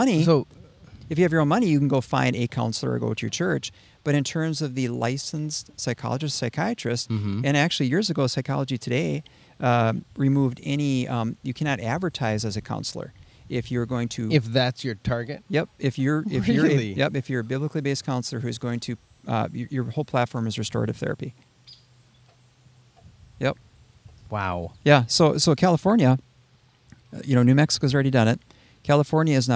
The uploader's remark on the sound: Out in nature on location in Alexandria, MN.